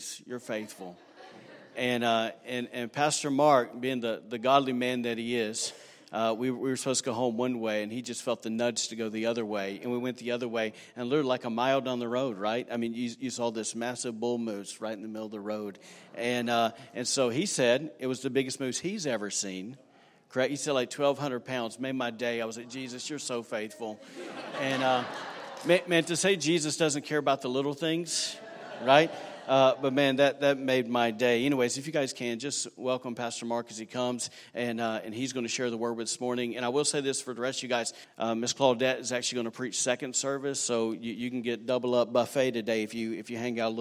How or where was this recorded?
large echoing room